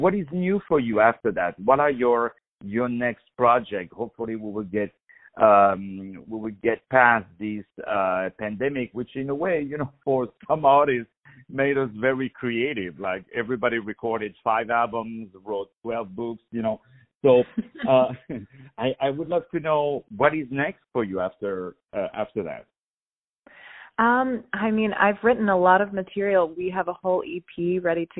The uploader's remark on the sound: On the phone